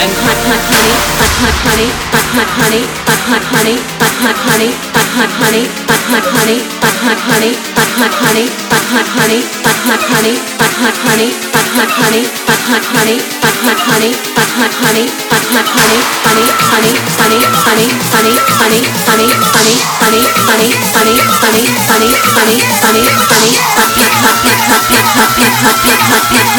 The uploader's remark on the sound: Live "The Original Brazilian Pool Party" at Water Park (Rio de Janeiro/Brazil)